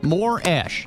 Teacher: the stress, though, is on the first syllable, more. It is not on the last syllable, ash, because, as … said, it could be ….